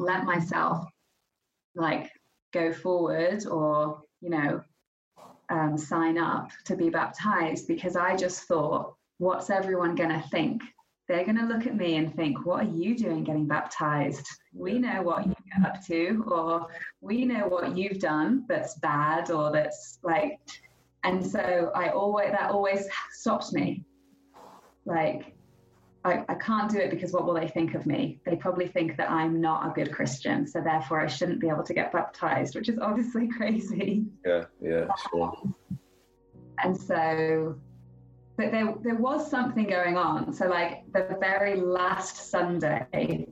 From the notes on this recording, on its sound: We'd like to apologise in advance for the lower sound quality and also the noises that happen as apart of recording over the internet.